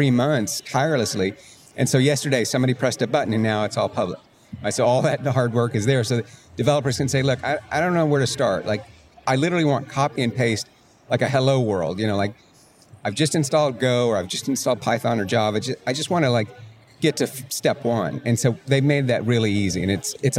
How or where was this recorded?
busy venue